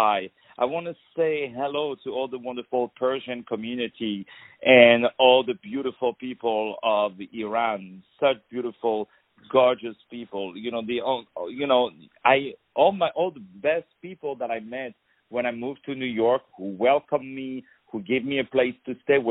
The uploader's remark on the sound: On the phone.